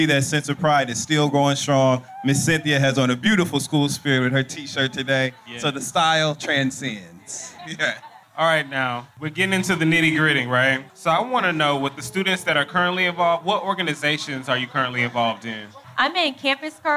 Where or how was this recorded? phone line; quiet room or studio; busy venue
busy venue